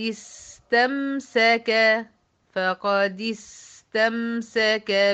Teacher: يبقى هنا السين زمنها أطول من زمن الميم يبقى السين فيها رخاوة والميم فيها توسط